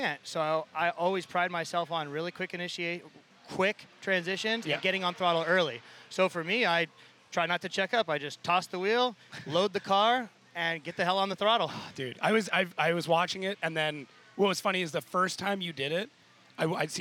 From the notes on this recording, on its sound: Chats live with drivers live at Formula Drift Seattle. Audio Engineering by J-One Audio Services.